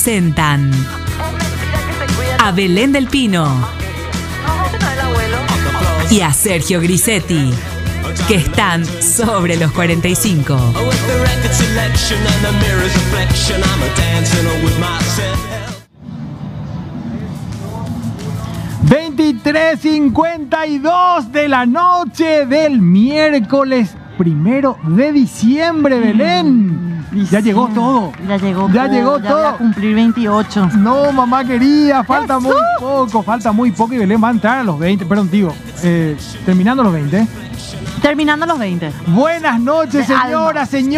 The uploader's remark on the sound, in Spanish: EN VIVO DESDE MCCARTHY'S